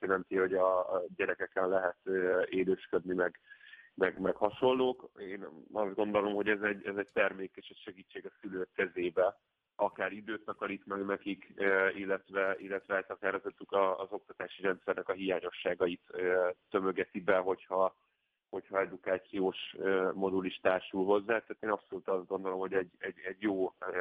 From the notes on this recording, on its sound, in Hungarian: telefonos vendégei